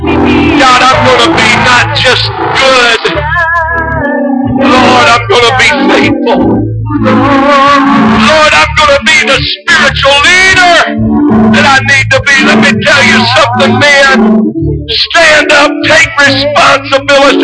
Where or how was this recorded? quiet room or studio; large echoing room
large echoing room